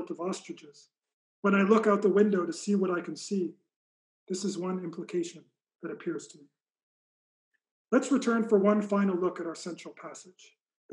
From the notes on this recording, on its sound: Recording of a lecture. As part of the Formal Lecture Series.